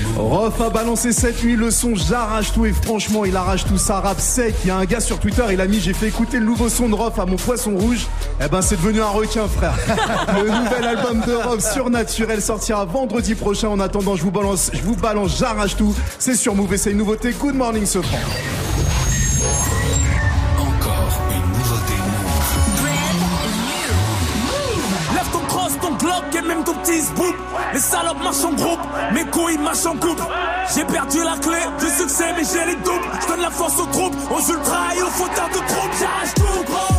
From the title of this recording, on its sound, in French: Good Morning Cefran en direct de lycée Gustave Eiffel à Bordeaux